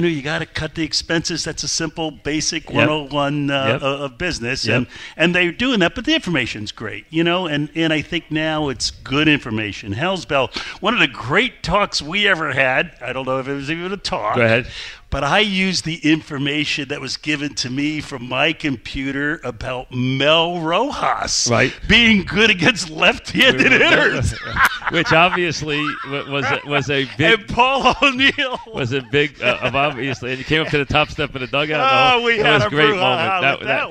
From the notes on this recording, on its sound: Live at the Paley Center. Live on set.